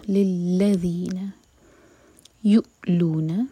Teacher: حمزہ پر cut off sound, ہوا کو روک کر پڑھیں گے